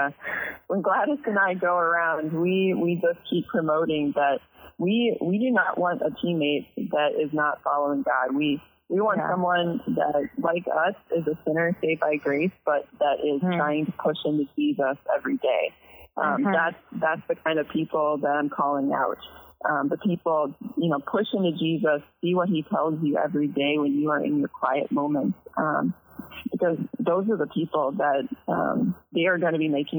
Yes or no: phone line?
yes